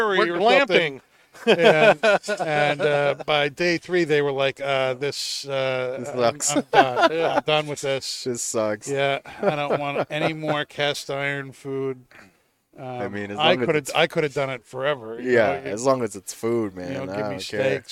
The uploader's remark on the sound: Recorded live from the 7-20-4 Lounge!